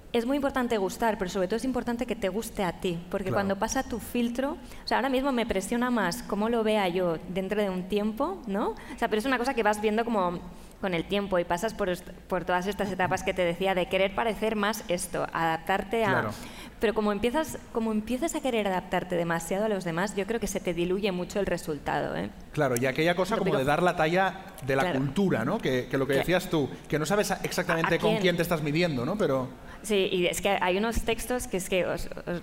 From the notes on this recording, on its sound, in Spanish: grabado desde la Feria del Libro de Madrid